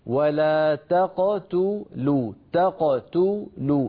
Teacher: عند القاف لا تضم شفتيك لأن القاف ساكنة مقلقلة هكذا. ولا تقتلوا، ابدأ ضم الشفتين عند التاء، ولا تقل ولا تقتلوا، انظر للخطأ، ولا تقتلوا، فيضم الإنسان شفتيه مبكرا عند القاف.